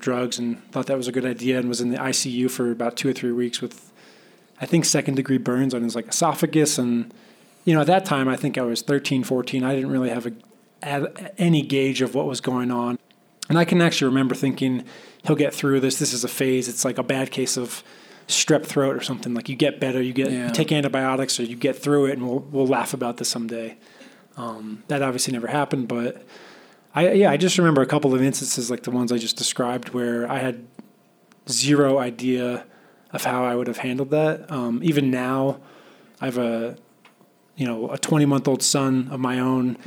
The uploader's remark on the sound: It's an intimate live episode recorded in front of an audience of people in recovery at the Clocktower Cabaret in Denver.